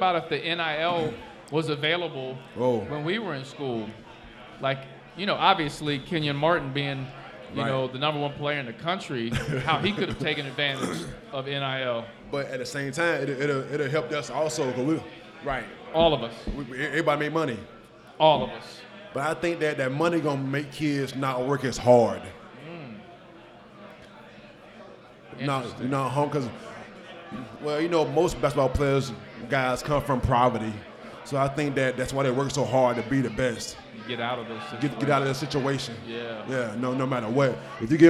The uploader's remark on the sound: LIVE at Mio's